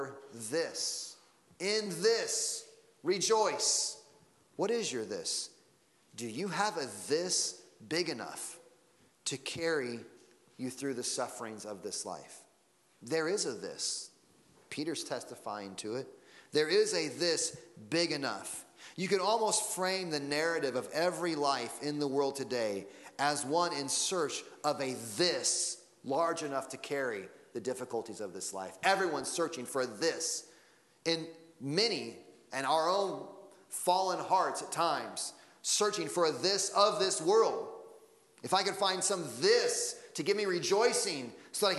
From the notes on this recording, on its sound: Sunday Morning Sermon Audio.